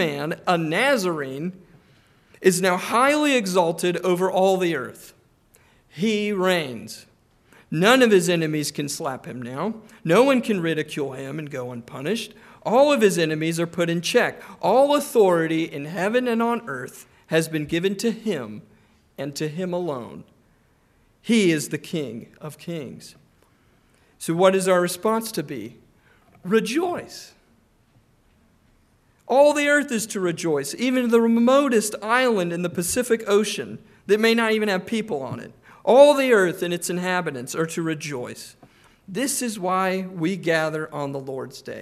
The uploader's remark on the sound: Preached on July 9, 2023 (evening) at Trinity Presbyterian Church ( Evangel Presbytery ) in Spartanburg, SC.